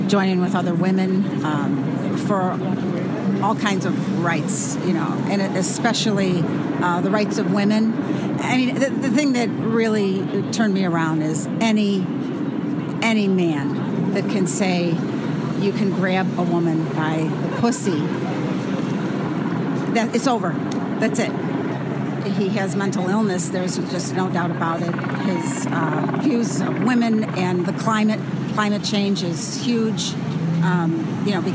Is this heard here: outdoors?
yes